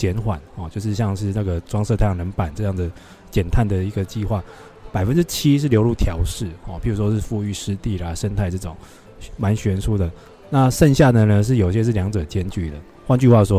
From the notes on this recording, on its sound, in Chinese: 於COP27埃及會場錄音，分享現場觀察！分享現場特別的【公正轉型】攤位。